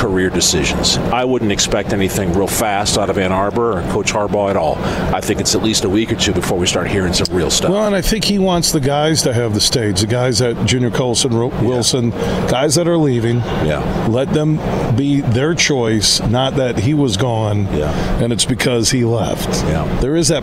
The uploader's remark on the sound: Today we're broadcasting live from the Ultimate Fishing Show Detroit. Throughout the show, we were joined by some of the great people connected to the event to hear about all of the great things they have to offer.